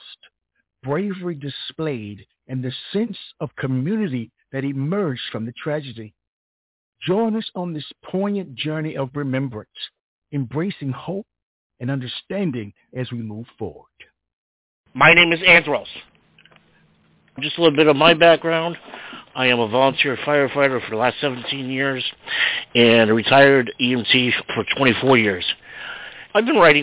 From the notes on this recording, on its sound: Some poets will be calling in live, sharing their verses directly with us. We will broadcast other poets reading their poems via MP3 audio files.